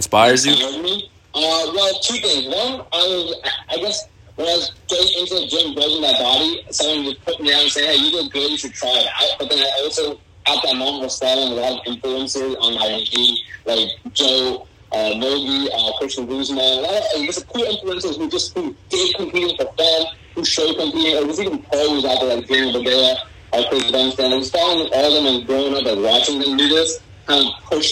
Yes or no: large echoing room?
no